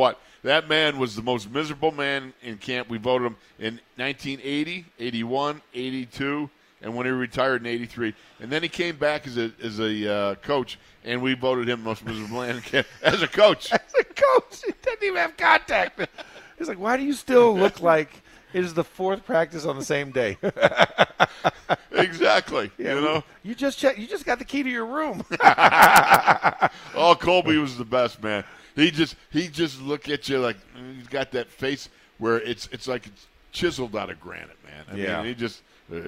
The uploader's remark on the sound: In the Locker Room Live from Steelers Camp Day 5